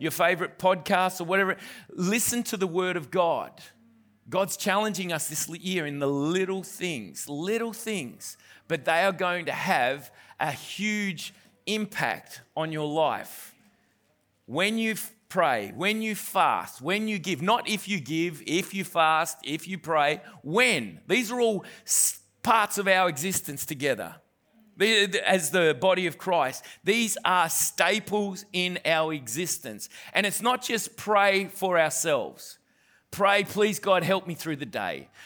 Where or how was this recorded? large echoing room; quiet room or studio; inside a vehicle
large echoing room